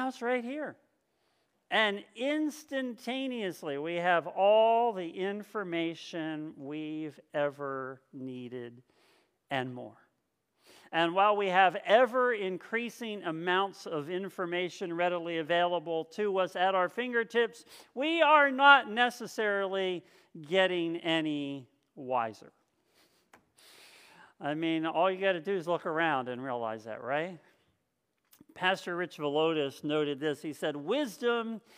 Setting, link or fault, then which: setting, large echoing room